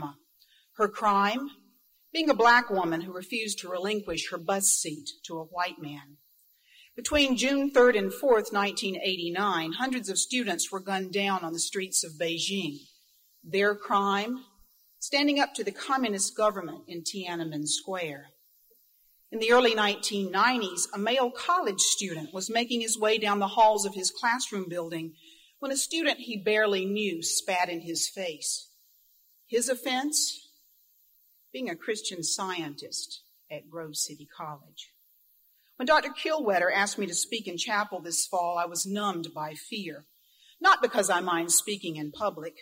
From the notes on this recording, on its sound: Recording of Grove City College's Chapel service. This audio interview was conducted by Grove City College Archivist.